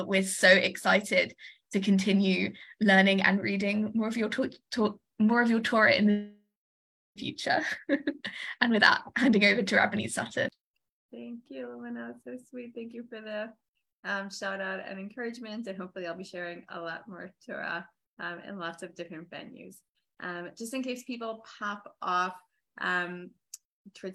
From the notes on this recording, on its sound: This audio was originally captured from Zoom